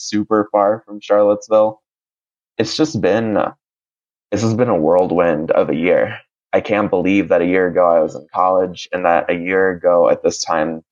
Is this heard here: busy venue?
no